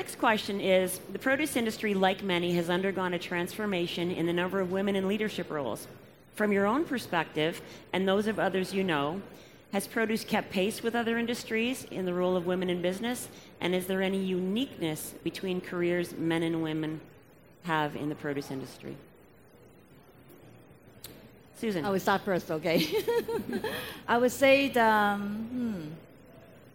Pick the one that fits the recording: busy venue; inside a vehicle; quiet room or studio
busy venue